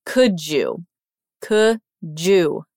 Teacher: we hear the pronunciation of you changed a little bit. It sounds almost like a j, j sound.